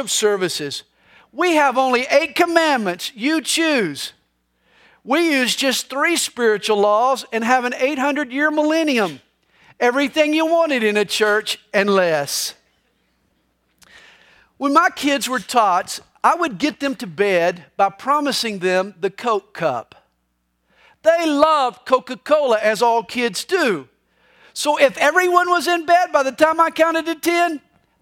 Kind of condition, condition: setting, large echoing room